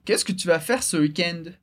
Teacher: Lembrando sempre da entonação de pergunta que sobe